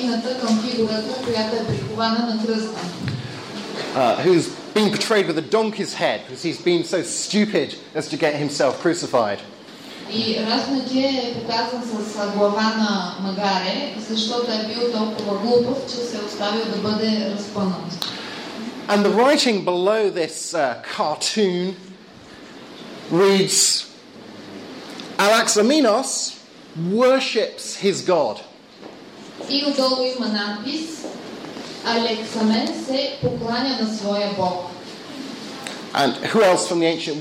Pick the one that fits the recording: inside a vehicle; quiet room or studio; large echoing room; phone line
large echoing room